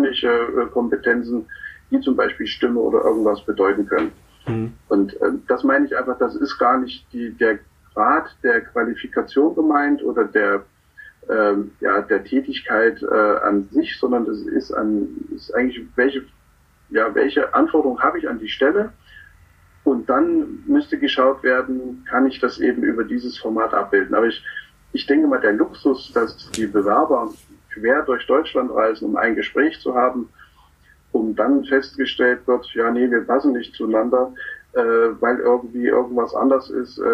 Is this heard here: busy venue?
no